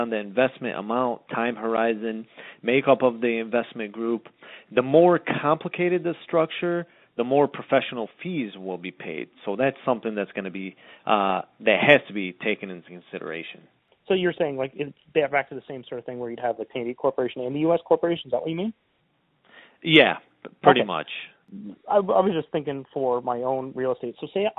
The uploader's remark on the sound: Have a phone call where we answer listener questions.